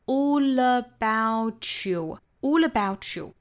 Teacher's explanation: All about 和 you 这三个词一定是要做连读的，因为它们属于是在一个意群之内，一个意群之内语速又很适中的话，一般来说前后词都要连贯在一起读，所以呢我们读成 All about you, All about you, When all about you, Keep your head when all aboutyou。那 about 和 you 之间有一个连读同化，所以是 t 和 y 之间同化成一个 ch 的发音， About you, Aboutyou。